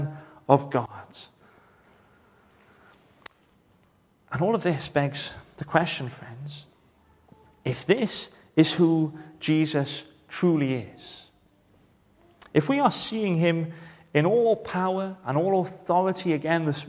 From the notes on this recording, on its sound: Hello and welcome to Bethel Evangelical Church in Gorseinon and thank you for checking out this weeks sermon recordings